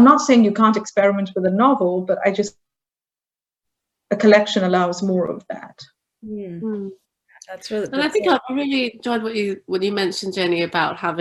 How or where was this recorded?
video call